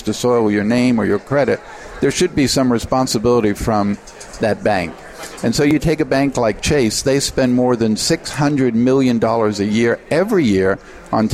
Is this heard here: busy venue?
yes